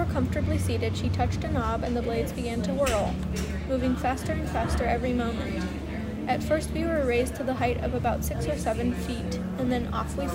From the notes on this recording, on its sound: Audiobook created by reading Sultana's Dream to each other at a coffeeshop. The background noise is INTENTIONAL.